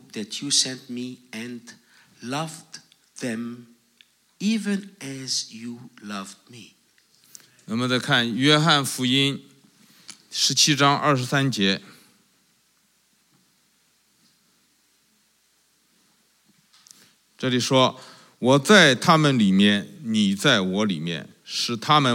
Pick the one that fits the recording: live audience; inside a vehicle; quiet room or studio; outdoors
live audience